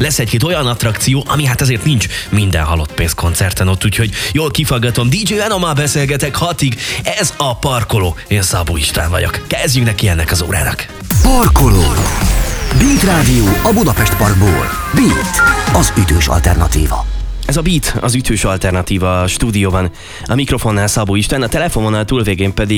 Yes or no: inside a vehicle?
no